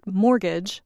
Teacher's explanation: Because of the word's French roots, we do not pronounce the letter T in mortgage.